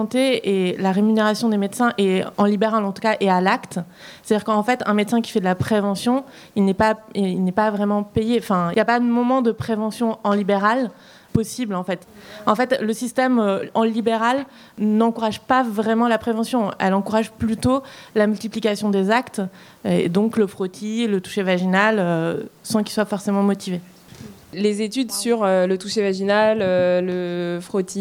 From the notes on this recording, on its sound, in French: A l’issue de chaque panel, un temps était consacré à des échanges entre les intervenantes et intervenants et les personnes venues les écouter.